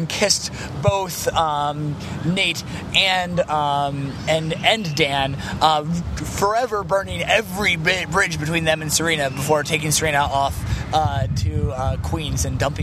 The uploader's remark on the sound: take a walking tour of New York